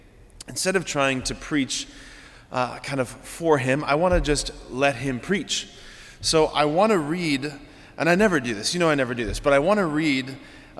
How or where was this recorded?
large echoing room